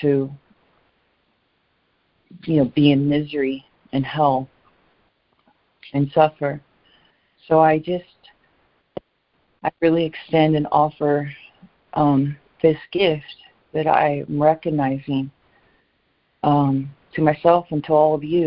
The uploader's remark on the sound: ACIM Daily Conference Call.